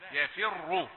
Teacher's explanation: عندنا في حفص الراء المضمومه مفخمه صرف النظر عن ما قبلها